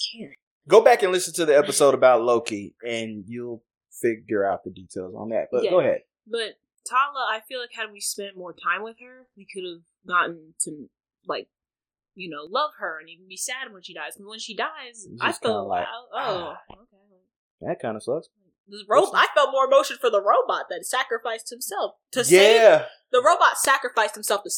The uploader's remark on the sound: We could have edited it out but…eh. There are some audio issues in this one.